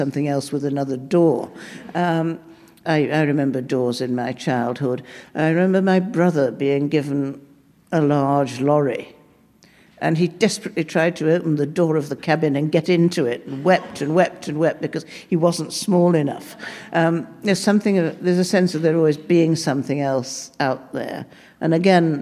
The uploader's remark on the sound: Recorded live at the Blue Metropolis International Literary Festival in Montreal.